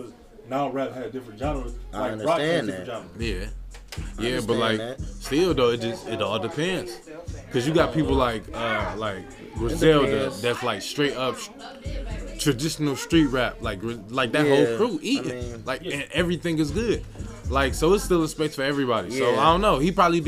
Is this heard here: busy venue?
yes